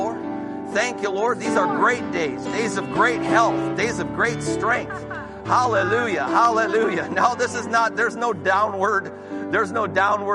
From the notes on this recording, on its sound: This recording is of the whole service.